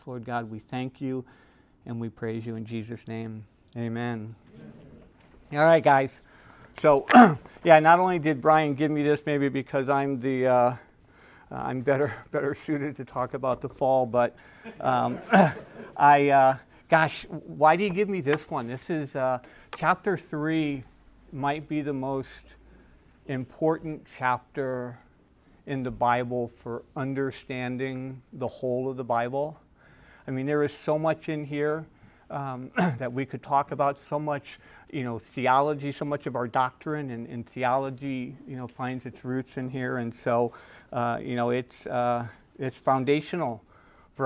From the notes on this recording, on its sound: Recorded at Emmaus Church in Buford, GA